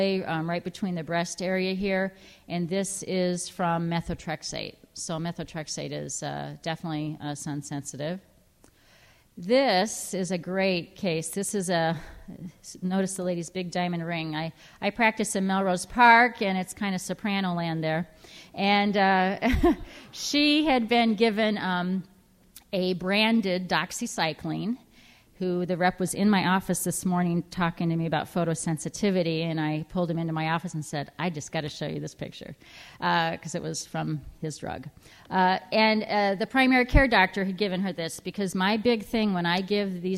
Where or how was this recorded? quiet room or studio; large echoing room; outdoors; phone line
large echoing room